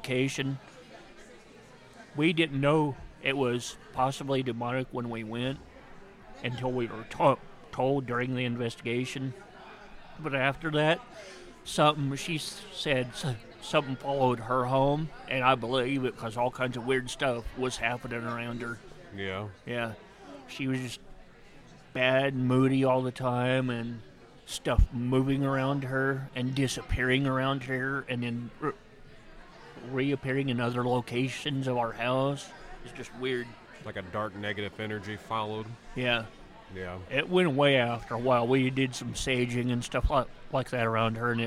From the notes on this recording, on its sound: This episode is a special edition coming live from the ParaUnity Convention at Miami County 4H Fairgrounds in Peru, IN. We are joined by several guests from local investigation groups.